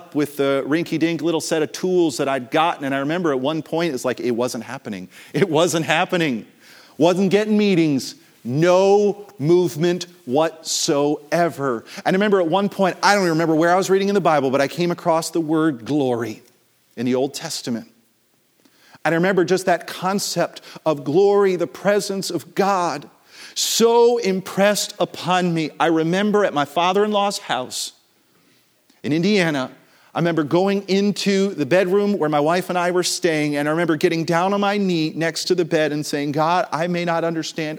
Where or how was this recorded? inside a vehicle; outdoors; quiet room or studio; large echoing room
large echoing room